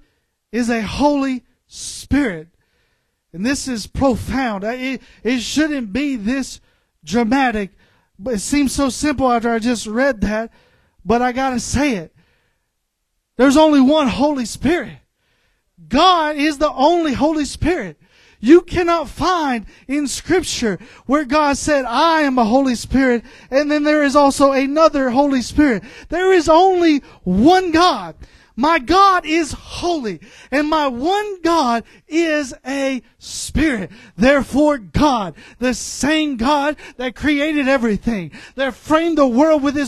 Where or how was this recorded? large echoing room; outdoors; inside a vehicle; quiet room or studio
large echoing room